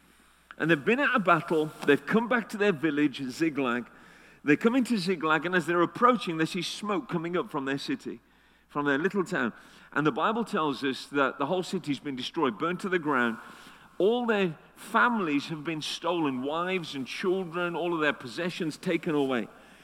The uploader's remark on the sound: Destiny Christian Center Oklahoma City, Oklahoma 02/17/2019